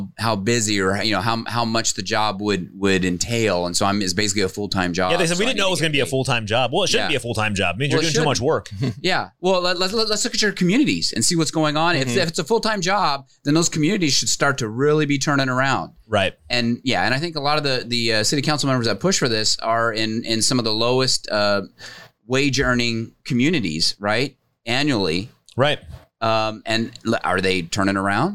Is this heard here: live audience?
no